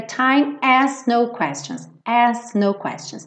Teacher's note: esse asks fica tão rapidinho que o K meio que dança junto